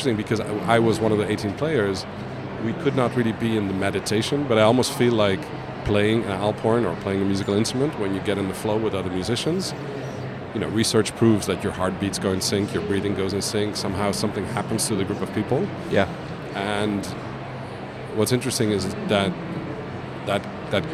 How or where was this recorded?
busy venue